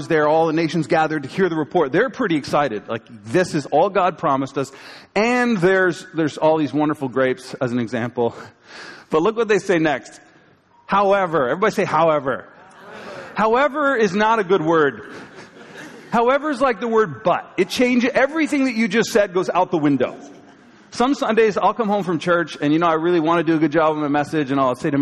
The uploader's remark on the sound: Live from Pathway Church, Peterborough, CA January 15, 2023.